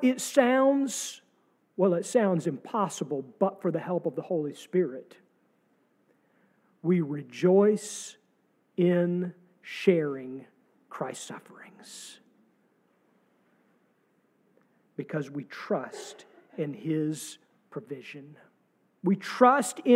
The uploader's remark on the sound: Sermon from our service on April 2, 2023.